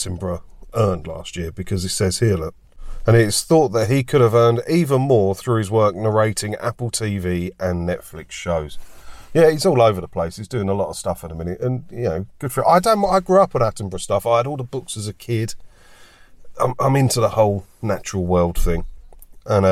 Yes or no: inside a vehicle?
yes